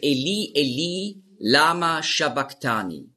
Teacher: das CH, das Chi, ist im Griechischen als K ausgesprochen worden. Aber das S steht eben für den Sch-Laut. Und darum war die Aussprache ist Eli, Eli, Lama, Shabaktani.